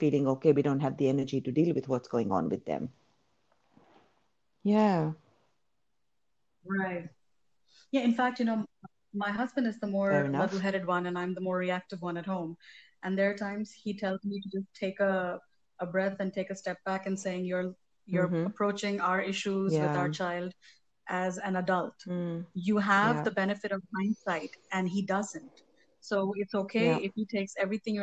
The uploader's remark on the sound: it's a bit glitchy due to some time lags in our conversation